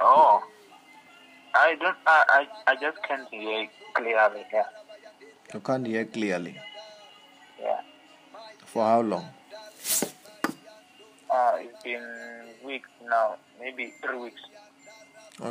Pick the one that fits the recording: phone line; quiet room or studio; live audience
phone line